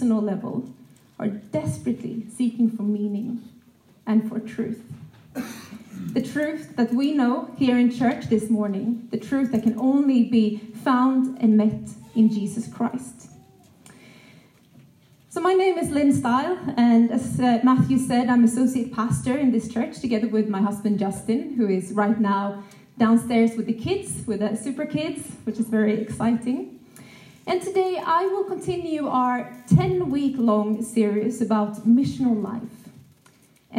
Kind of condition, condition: setting, live audience